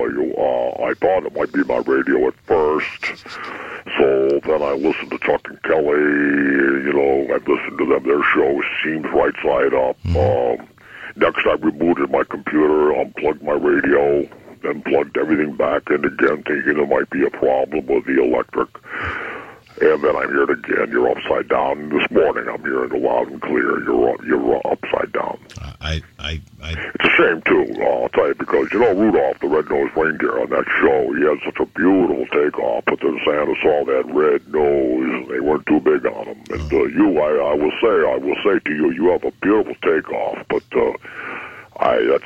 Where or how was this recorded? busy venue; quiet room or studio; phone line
phone line